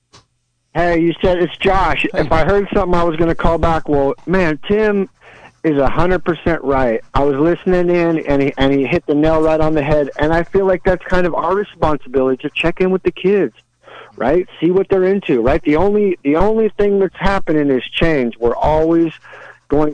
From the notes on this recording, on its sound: an hour of community call ins